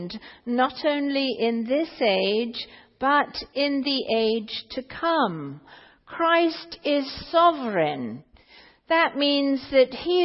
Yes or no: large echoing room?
yes